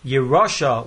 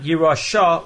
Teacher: the word is pronounced Yerosha with the accent on the Reish, not Yerosha with the accent on the Shin. · Shown in: first take